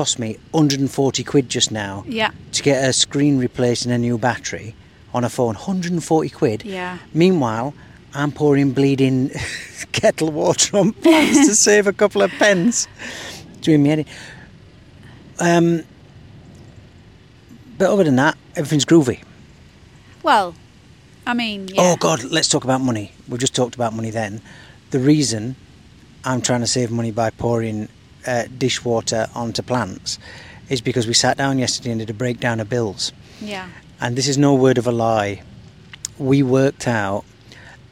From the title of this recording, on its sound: Live from Hyde Park